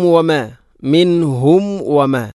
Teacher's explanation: സുക്കൂനുള്ള മീമിന് ശേഷം വ വന്നാൽ രണ്ട് ചുണ്ടുകൾ തമ്മിൽ തട്ടി കൂട്ടണം, അഥവാ രണ്ട് ചുണ്ടുകൾ തമ്മിൽ കൂടിയാലാണ് മീമ് പൂർണ്ണമാവുകയുള്ളൂ.